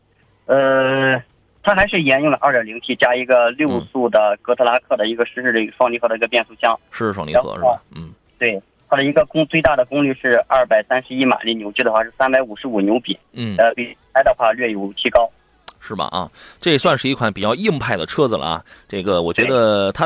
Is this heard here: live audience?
no